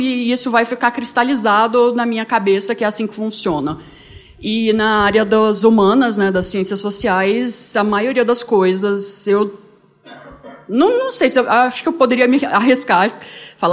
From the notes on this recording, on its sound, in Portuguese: Gravado ao vivo no Encontro de Autistas Adultos de Goiânia, evento de despedida do Introvertendo.